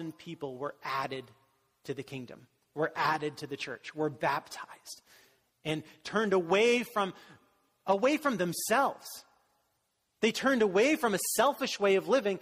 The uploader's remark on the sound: Was delivered during the Contemporary Worship service.